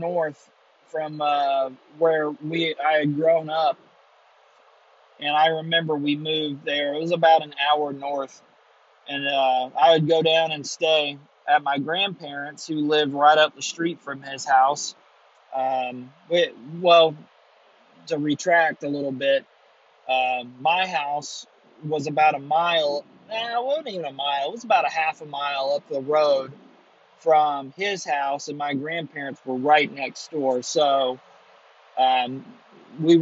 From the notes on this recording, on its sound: Coming to you live at 2am with my shitty AirPods. Driving home from a trip to visit my mother I decided to record my thoughts with my shitty AirPod mic.